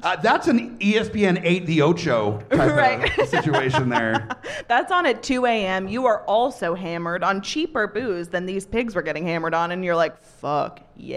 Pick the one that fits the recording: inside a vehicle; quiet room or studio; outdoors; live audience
live audience